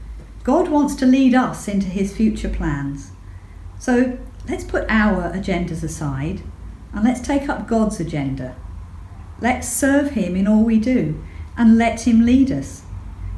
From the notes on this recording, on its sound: an Evening Service, recorded in St Pauls